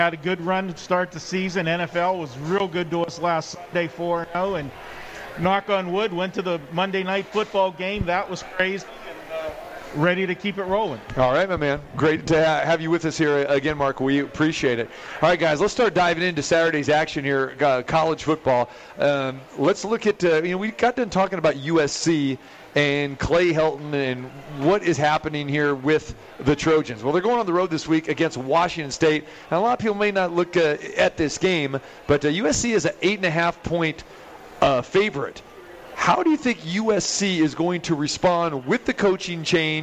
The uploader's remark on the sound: Live From The Cosmopolitan of Las Vegas